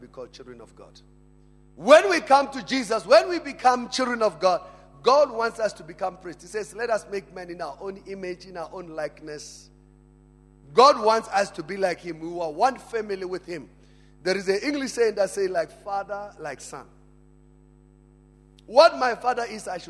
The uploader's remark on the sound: Family Conference 2018. Preached at Emmanuel Christian Church, Arcadia Campus.